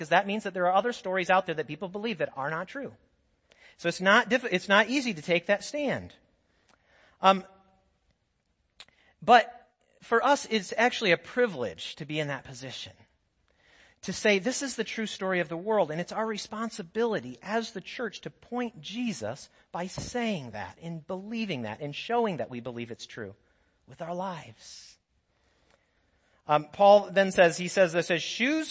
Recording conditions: large echoing room